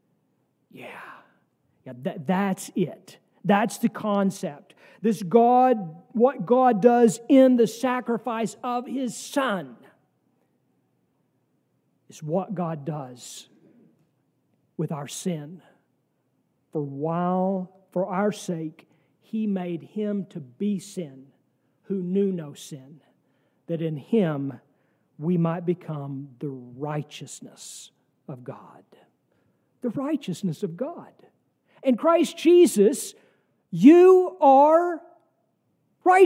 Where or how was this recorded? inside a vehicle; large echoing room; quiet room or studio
large echoing room